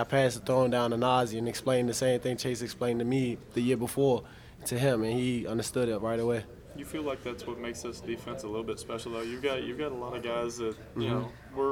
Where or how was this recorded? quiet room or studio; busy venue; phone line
busy venue